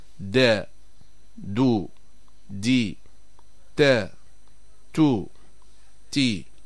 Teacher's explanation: في حرف الدال والتاء فإن مؤخرة اللسان لا ترتفع فيتسع المخرج